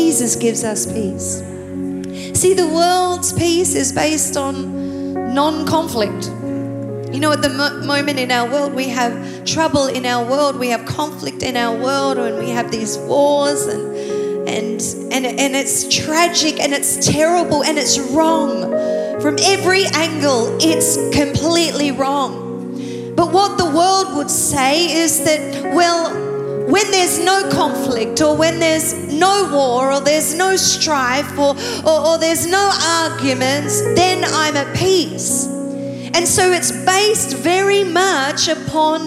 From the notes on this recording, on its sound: Recorded live at Planetshakers Church (Melbourne)